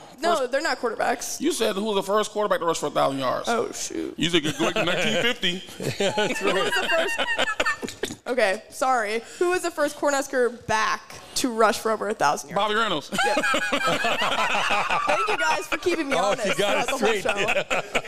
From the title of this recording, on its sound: The Run Live at Hurrdat Sports Bar & Grill